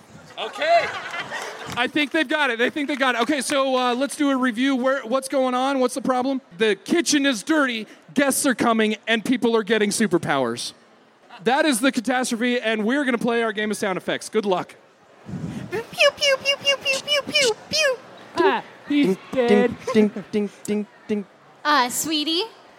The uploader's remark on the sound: On the Street at FanX. The Troupe performed for an hour.